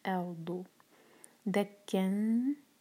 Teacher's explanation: یہاں اخفا ہوگا تنوین کے بعد دال ہے تو ہم دال کے لیے زبان تیار کریں گے جب ہم نون کی آواز کو چھپائیں گے